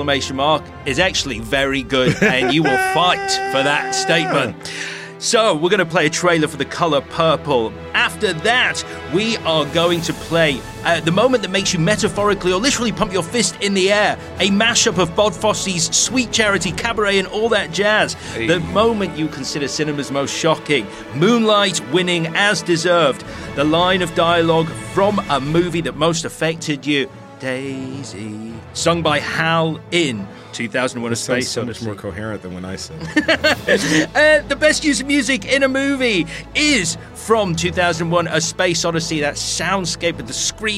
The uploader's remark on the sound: This episode was recorded at 21Soho - Bringing you the best of the best comedians to the biggest comedy stage in Soho!